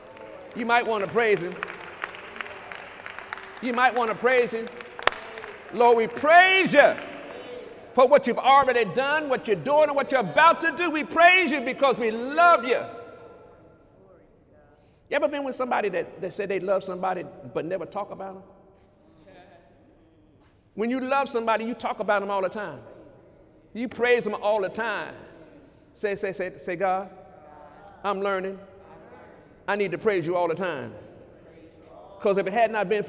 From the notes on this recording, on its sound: During Sunday morning service on February 17, 2019.